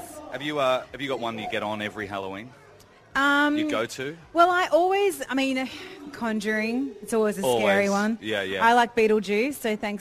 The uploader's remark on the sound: We're Live from Legoland Dubai - What Could Go Wrong?